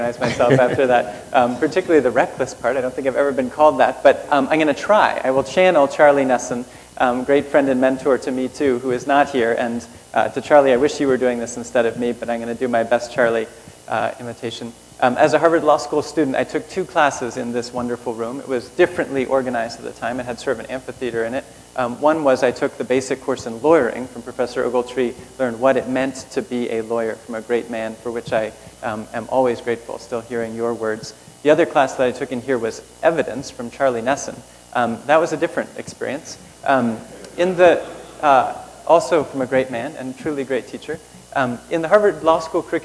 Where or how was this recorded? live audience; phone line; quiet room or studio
live audience